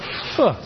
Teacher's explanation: Voiceless, labiodental fricative. No vocal cord vibration. lips against the teeth. And it's a fricative, lots of turbulence